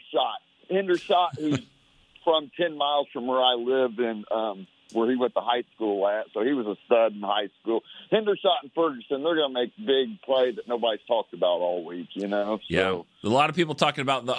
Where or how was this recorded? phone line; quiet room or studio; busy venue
phone line